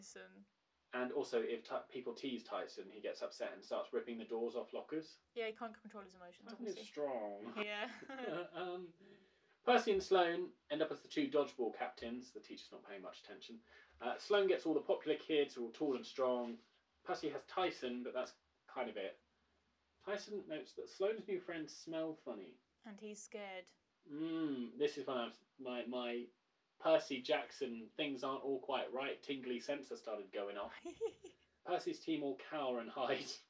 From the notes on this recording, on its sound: Apologies for the audio quality of this episode. Recording corrupted so we've done our best to salvage it.